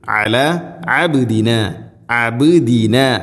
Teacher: അബ്ദിന ബാഇന് കലക്കല ചെയ്യണം, ദാലിന് കസറാണ്.